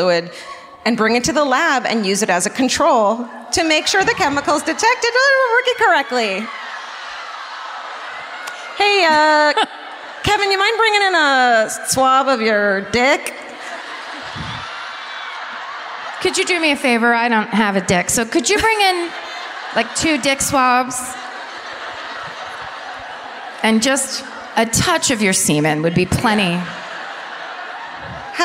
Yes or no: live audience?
yes